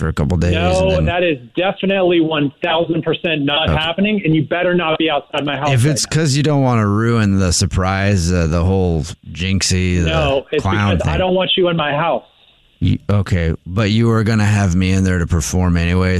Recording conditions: phone line